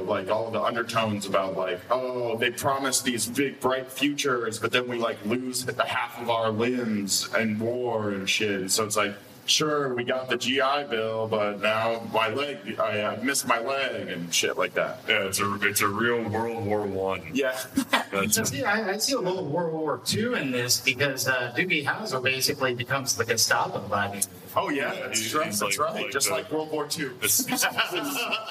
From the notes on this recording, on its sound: as part of the Sound and Vision live podcast series at 4th Wall PDX